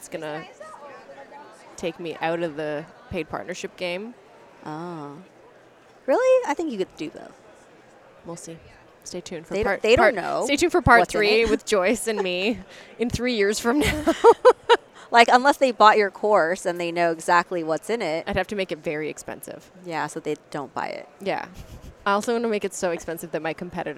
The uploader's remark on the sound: Recorded live at the California Dental Association on the trade show floor.